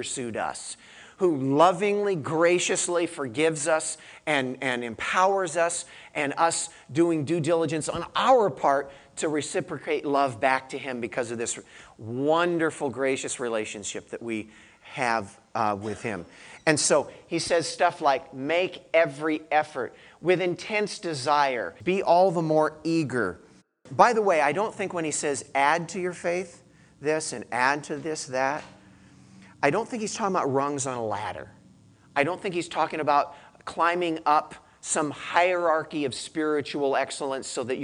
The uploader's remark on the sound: I gave this message to our church in Santa Cruz.